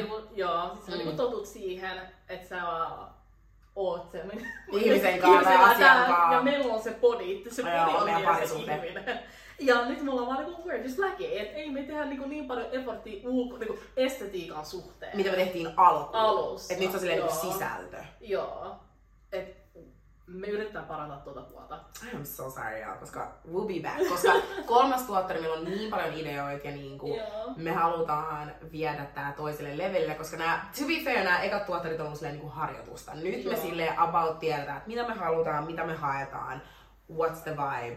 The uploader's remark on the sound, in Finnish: Tervetuloa meidän aamuyön keskusteluihin, raaka audio